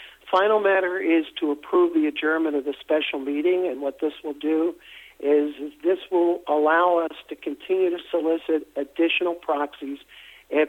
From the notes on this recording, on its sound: investor conference call